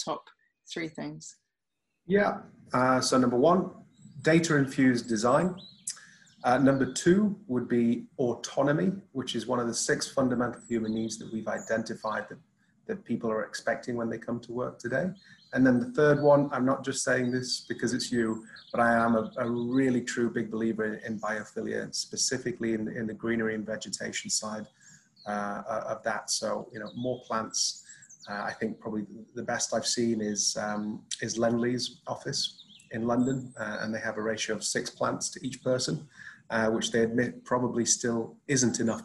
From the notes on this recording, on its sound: Filmed over Zoom between the UK and Dubai.